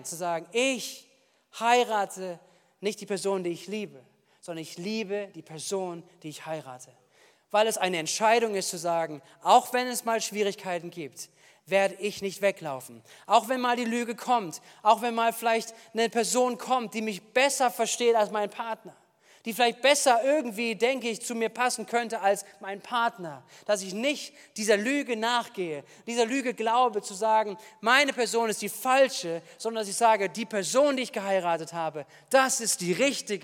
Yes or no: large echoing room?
yes